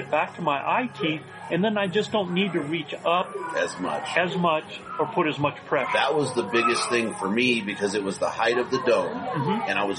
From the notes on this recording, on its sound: live in-person episodes from the NRA Whittington Center in New Mexico under the Western Hunt Fest banners